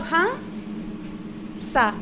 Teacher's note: the first syllable carries the accent